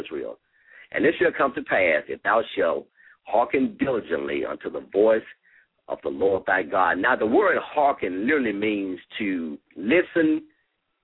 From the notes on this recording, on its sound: LML uses a progressive live call in format.